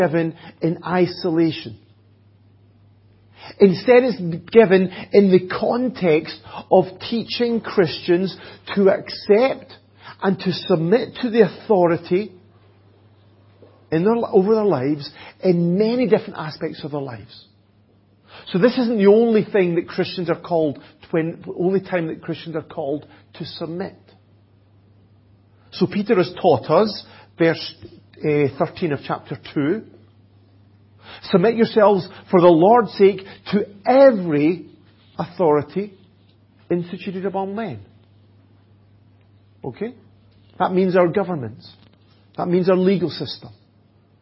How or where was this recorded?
large echoing room